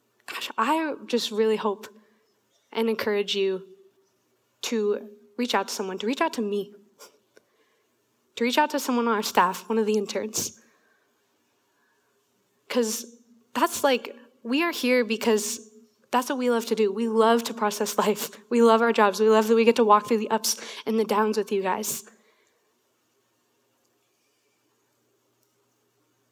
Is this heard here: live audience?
yes